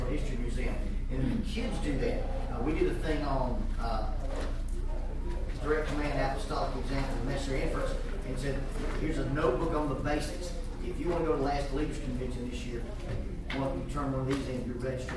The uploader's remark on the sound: A class presentation. At the Ministering 2 Youth Conference 2014.